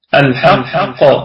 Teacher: القاف مشددة فنقف عليها بالقلقلة الكبرى · الأولى أن يكون الحرف مشددا متطرفا الدرجة الثانية أن يكون ساكنا متطرفا، الدرجة الثالثة أن يكون ساكنا متوسطا أي في وسط الكلام أو في درج الكلام. الحرف أيضا القاف في ثالث درجات التفخيم، في الدرجة الثالثة من درجات التفخيم لأنها مضمومة